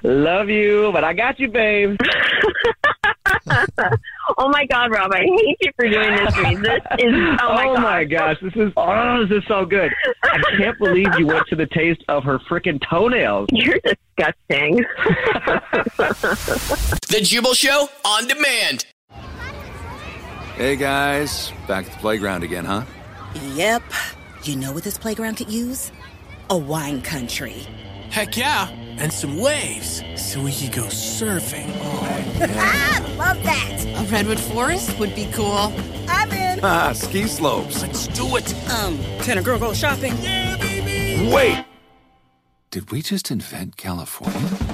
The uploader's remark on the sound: wake up with The Jubal Show, phone prank style